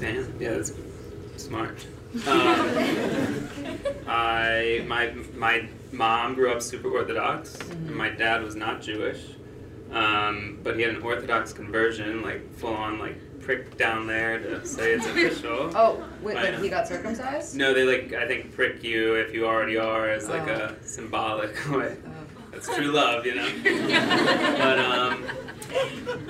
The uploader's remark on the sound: is a recording of We Met At UJA, our live panel event